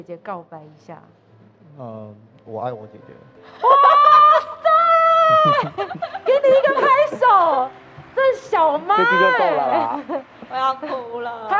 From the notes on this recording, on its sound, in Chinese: 本集錄音因出機到飲品店故聽到任何店內聲音都純屬自然